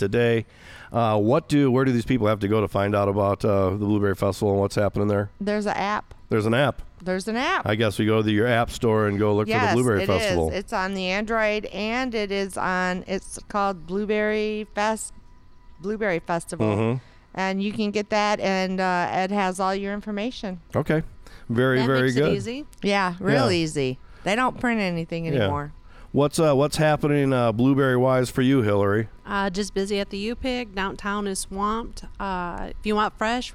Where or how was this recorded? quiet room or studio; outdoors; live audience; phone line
outdoors